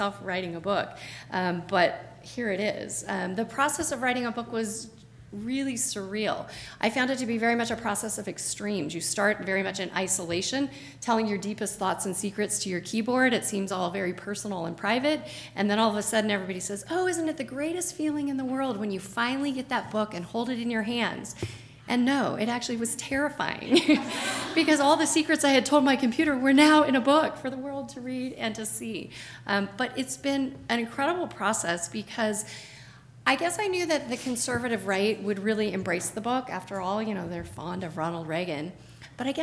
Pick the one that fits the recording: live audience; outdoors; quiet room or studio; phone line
live audience